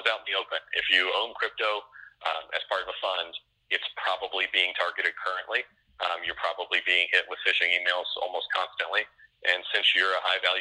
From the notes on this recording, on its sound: by phone